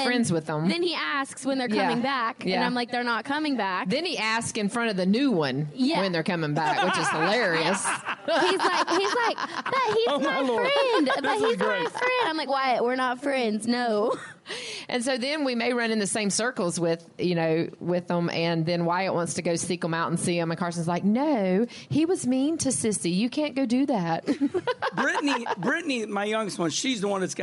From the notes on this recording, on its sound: Live From JRM Fan Day. Live from JR Motorsports fan day.